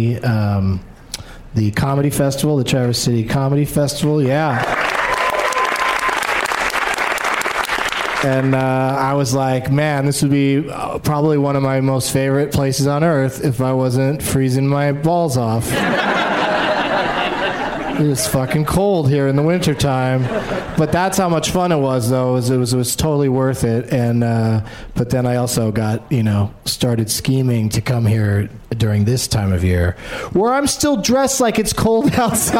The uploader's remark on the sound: Live from Michigan's Traverse City Film Festival